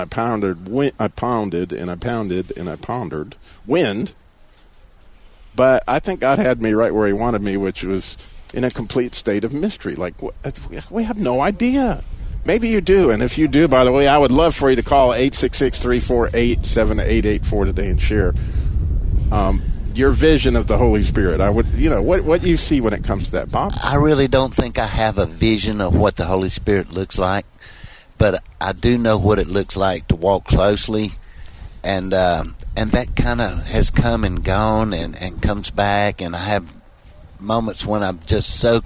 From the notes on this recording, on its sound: The Christian Car Guy is Live from Abbott's Frozen Custard in Clemmons, NC.